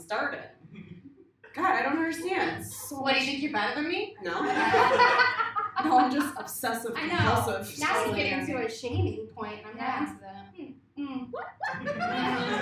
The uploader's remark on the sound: Live at The Independent Comedy Club